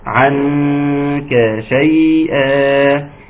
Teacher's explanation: نون ساكنه اتى بعدها حرف الكاف فيكون حكم الاخفاء مع الغنه